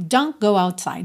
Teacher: Você não ouve o T de don't.